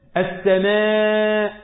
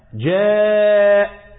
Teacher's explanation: المد المتصل لازم تمد، واجب. السماء، أي قراءة أي قارئ لازم يمدها أربع حركات